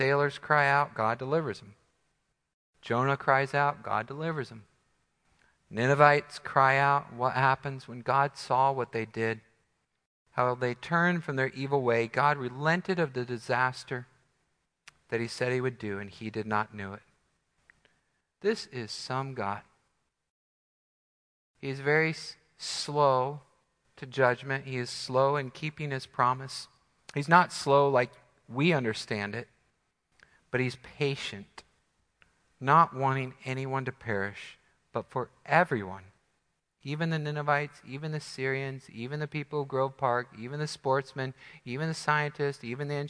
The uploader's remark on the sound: Midland Evangelical Free Church Sermon Audio